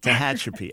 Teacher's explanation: Accent on the second syllable.